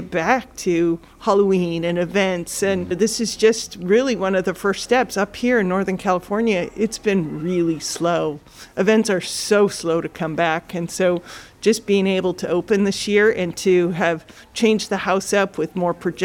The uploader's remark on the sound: This episode was recorded on-site on October 8th 2021